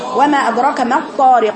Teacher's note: ميم رقيقة وطاء مفخمة